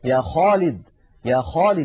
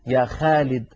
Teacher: أيضا الخاء حرف رخو، يعني قابل للتطويل، يجري معه الصوت، أخ، جربوا هكذا، أخ، تجدون بأن الخاء في هناك معها هواء يجري، وصوتها أيضا قابل للتطويل، فهي حرف رخو. العرب كانت إذا نطقت حرف الخاء فخمته · Shown in: first take · لأنه هذه الصفة الثالثة التي فيه حرف مستعل، يعني من حروف الاستعلاء السبعة، من خص ضغط قظ، فهو حرف عند نطقه يتجه ضغطه إلى قبة الحنك، إلى سقف الحلق.